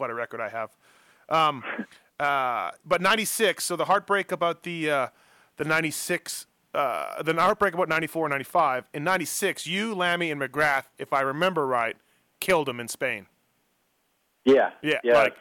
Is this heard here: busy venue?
no